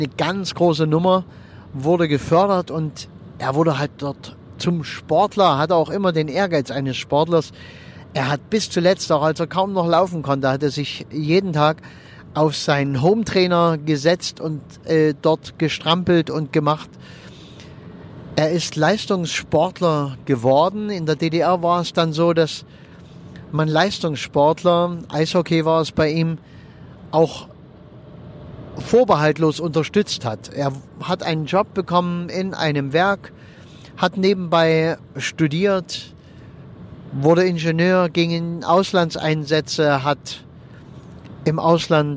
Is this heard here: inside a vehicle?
yes